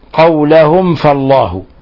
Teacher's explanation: بل هو من أشد حالات الإظهار، لأن الفاء قريبة في المخرج من الميم. ولنتذكر قول الناظم واحذر لدى واو وفاء تختفي. · ميم ساكنة جاء بعدها حرف الفاء، الحكم التجويدي إظهار شفوي، إظهار شفوي، بل هو من أشد حالات الإظهار، لأن الفاء قريبة في المخرج من الميم.